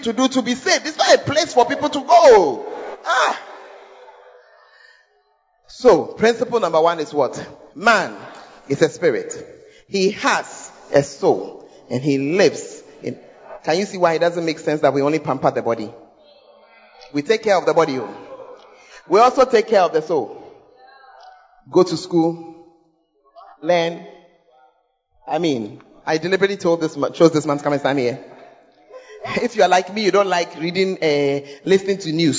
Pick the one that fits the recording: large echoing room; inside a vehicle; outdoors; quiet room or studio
large echoing room